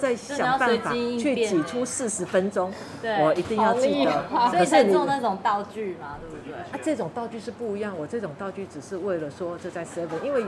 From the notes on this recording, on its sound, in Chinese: 跟著團隊來到711小琉球門市進行好鄰居健康教室的活動。當天有絡繹不絕的長輩加入我們的活動。連到訪小琉球的旅客都一起加入篩檢的行列。我們直接在711門市進行收音。